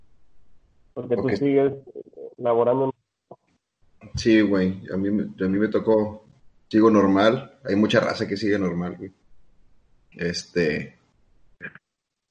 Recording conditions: video call